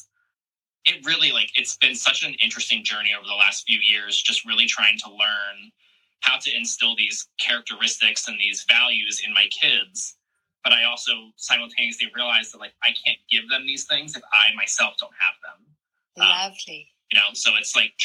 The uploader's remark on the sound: recording from one of our latest Instagram Lives